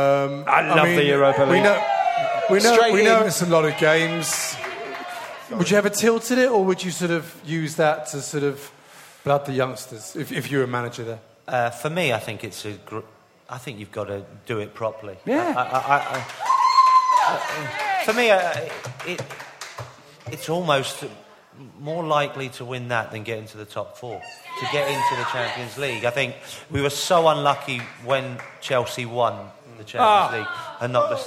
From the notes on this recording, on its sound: Recorded live with a very special audience of close friends